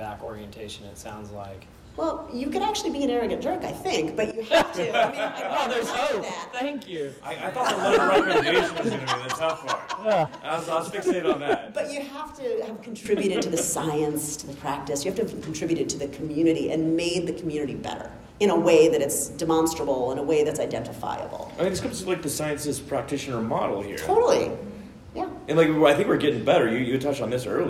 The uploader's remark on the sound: LIVE at SIOP